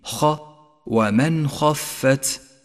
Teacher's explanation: لاحظ تفخيم حرف الخاء، فهو حرف استعلاء مفتوح يحتاج إلى تفخيم